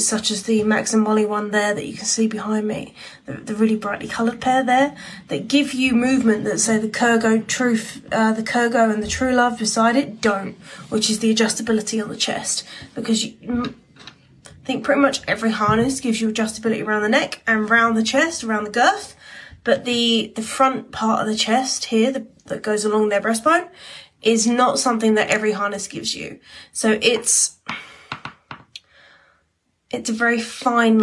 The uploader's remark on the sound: This episode comes from an instagram live